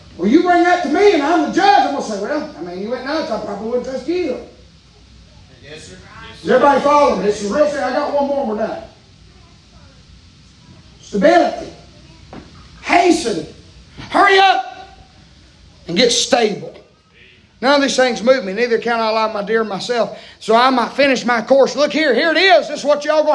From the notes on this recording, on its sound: preaching live from Still Water Baptist Church